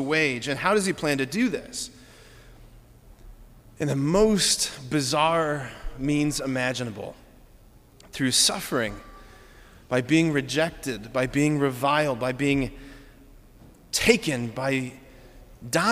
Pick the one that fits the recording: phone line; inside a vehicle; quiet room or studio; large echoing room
large echoing room